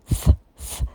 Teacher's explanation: На первом звуке язык между зубами.